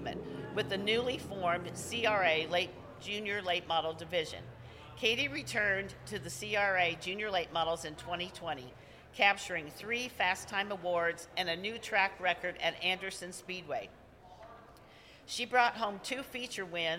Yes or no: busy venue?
yes